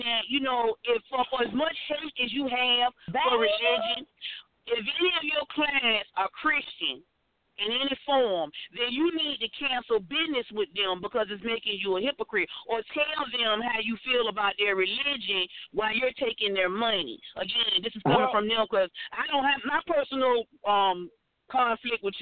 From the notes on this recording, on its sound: we will also open up the phone lines